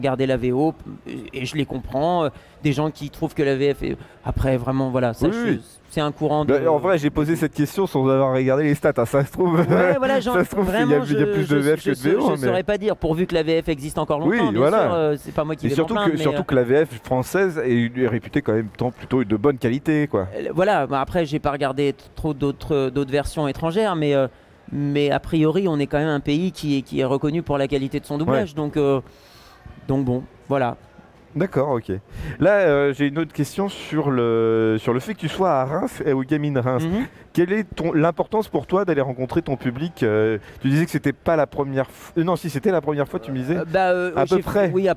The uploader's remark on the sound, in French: Interview enregistrée le samedi 4 décembre 2021 lors du salon Game'in Reims